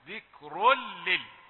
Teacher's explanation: لا تبين التنوين، لا تظهره، قلش ذكر للعالمين، ذكر، لا، ذكر، يعني أدغمت في اللام، تنوين أدغم في اللام في للعالمين